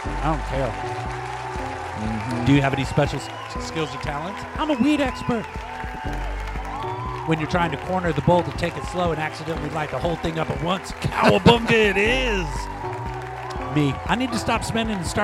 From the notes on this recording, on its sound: Filmed in front of a live Studio Audience.